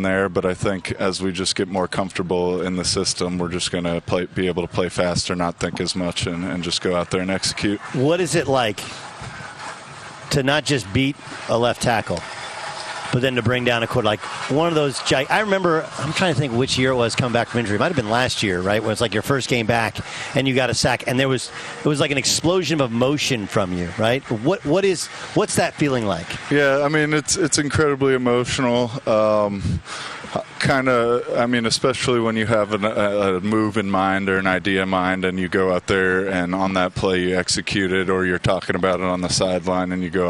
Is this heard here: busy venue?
yes